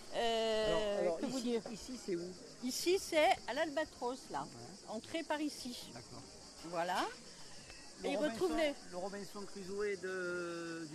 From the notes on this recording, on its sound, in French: Micro Trottoir Festival d'Avignon 2022. Une balade microphonique dans Avignon, à la recherche de thèmes relatifs à l'ambiance du Festival de théâtre.